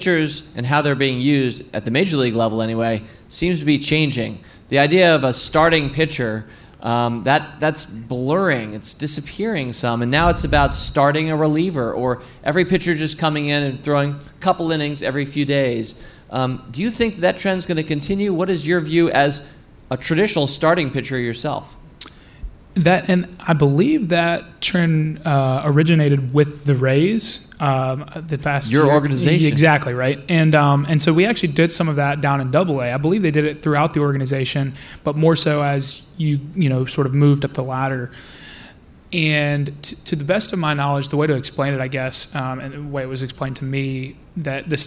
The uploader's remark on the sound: In front of a live audience here at Fool HQ.